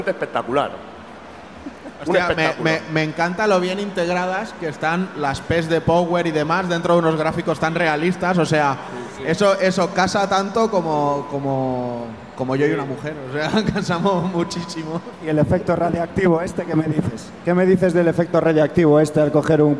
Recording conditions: busy venue